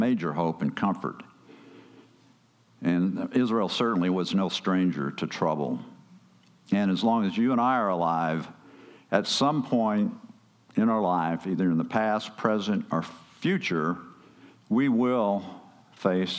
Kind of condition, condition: setting, large echoing room